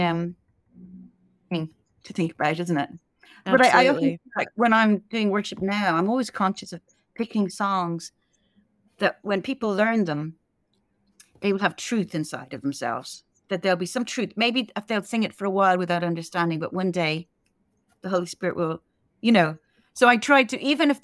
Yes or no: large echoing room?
no